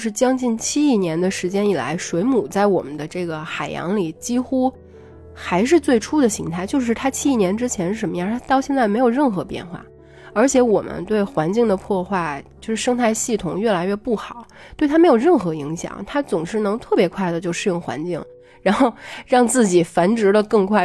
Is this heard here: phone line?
no